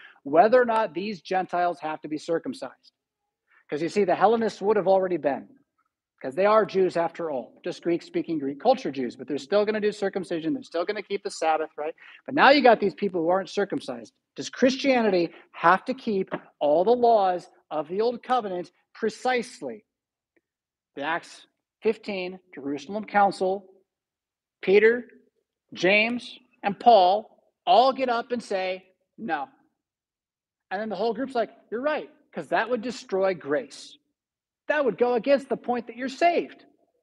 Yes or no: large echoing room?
yes